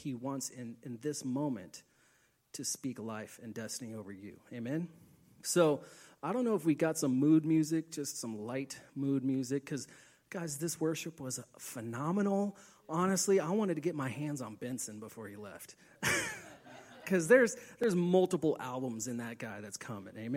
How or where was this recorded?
large echoing room